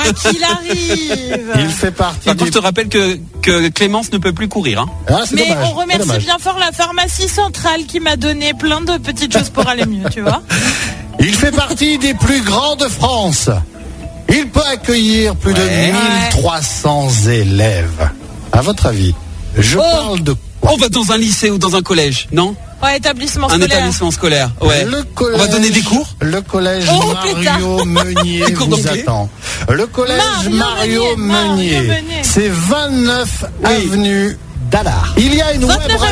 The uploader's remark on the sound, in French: en direct des rues montbrisonnaises